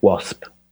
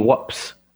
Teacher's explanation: So that the s and the p sound swapped around.